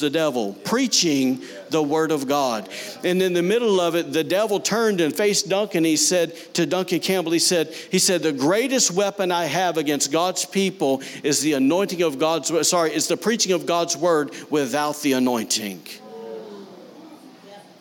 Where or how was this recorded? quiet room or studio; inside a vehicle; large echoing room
large echoing room